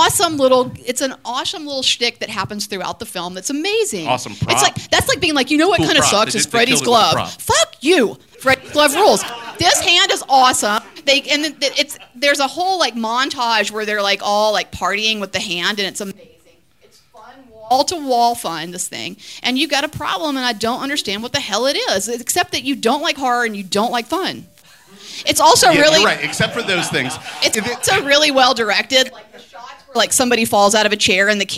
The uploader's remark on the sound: LIVE at the 2023 Sidewalk Film Festival. Part one of the 2023 live podcast recording. Recorded Live by Boutwell Studios.